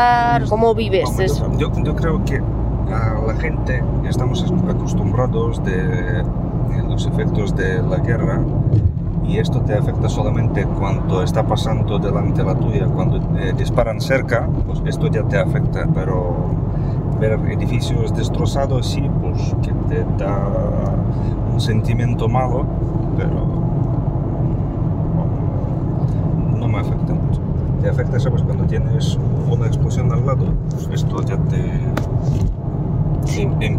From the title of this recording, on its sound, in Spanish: En coche por Ucrania